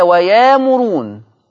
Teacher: إبدال الهمز الساكن بألف مادية